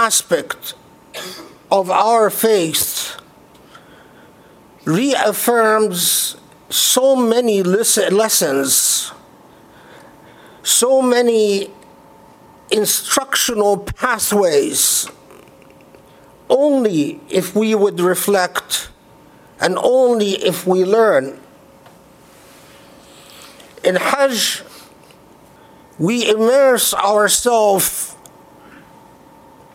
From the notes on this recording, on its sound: Delivered at the Islamic Center of Southern California, Los Angeles, CA on Friday, July 20, 2018.